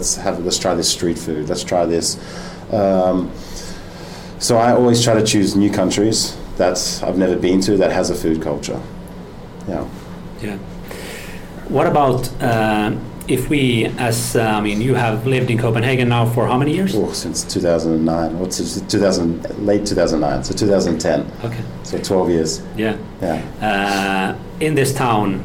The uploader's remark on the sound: At his restaurant in the center of Copenhagen.